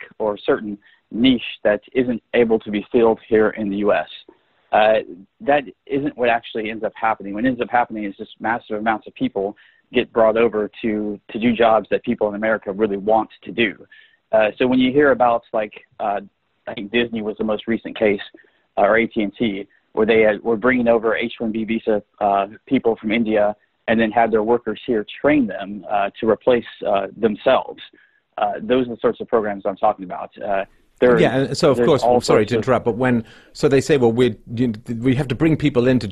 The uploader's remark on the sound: During a segment of the Freedomain Call In Show